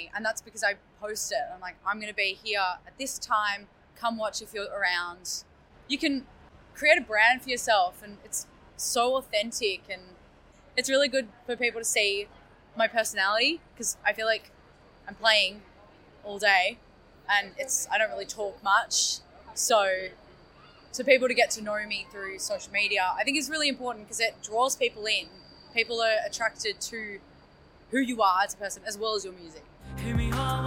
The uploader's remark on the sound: Interview recorded on August 10, 2023 (Bourke Street Mall, Melbourne Central Business District).